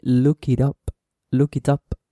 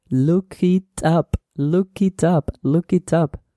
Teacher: So you join the K with the pronoun, look it, look it, and the T of the pronoun with the next word.